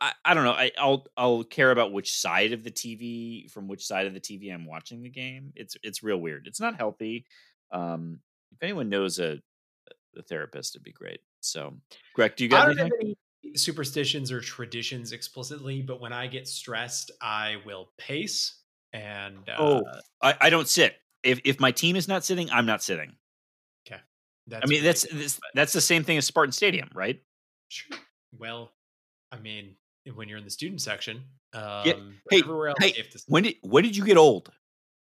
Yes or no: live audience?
no